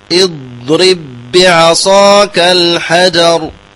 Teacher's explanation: باء مشددة مجهورة قوية لأن فيها شدة